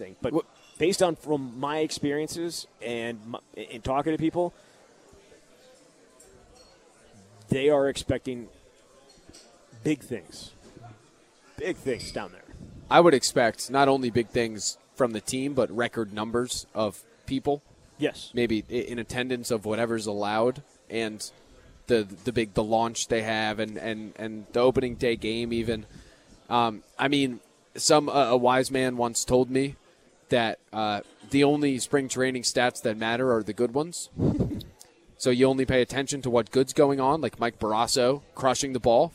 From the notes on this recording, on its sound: Live at Monk's in Sun Prairie.